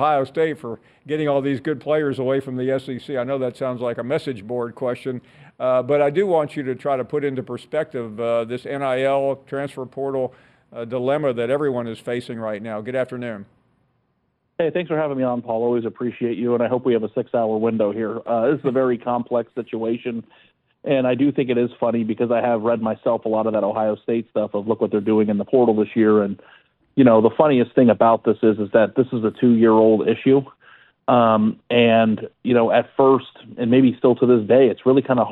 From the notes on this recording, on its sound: of course we take more of your phone calls.